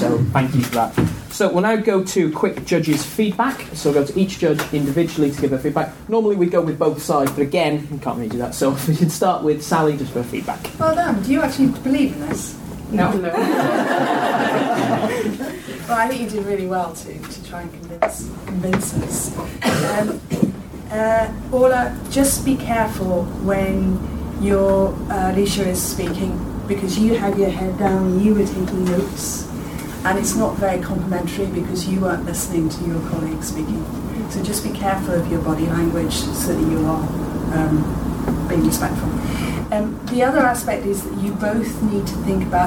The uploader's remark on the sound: In this recording you will hear the first round of speeches and debating from the second room. I believe it may have been the Belfast South room, but I do not know for certain.